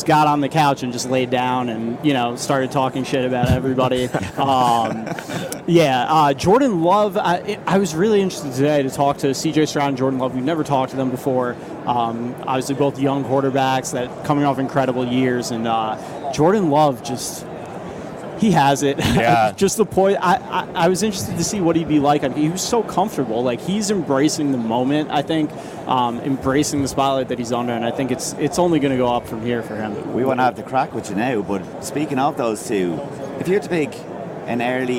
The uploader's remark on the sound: From Radio Row